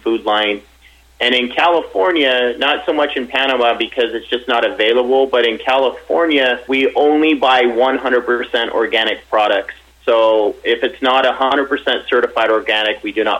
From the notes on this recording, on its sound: called in to SmallCapVoice